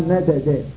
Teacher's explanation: أضغمنا في الدال الأولى في الدال الثانية، صارت مد